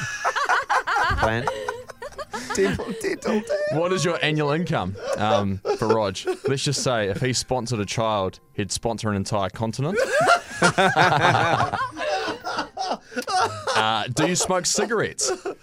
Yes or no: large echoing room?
no